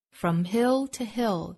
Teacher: 前面的 from 和后面的 to 都是虚词弱读